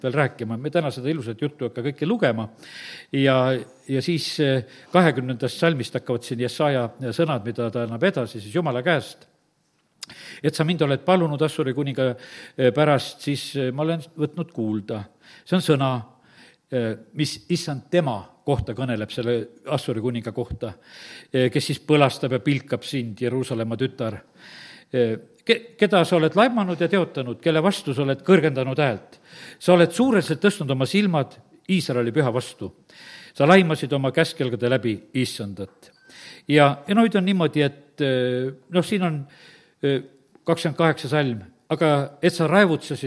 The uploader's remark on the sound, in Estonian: Audio salvestus koosolekult